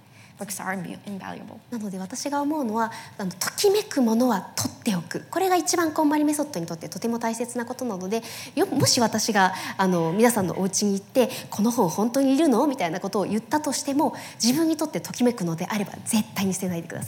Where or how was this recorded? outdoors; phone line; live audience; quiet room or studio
live audience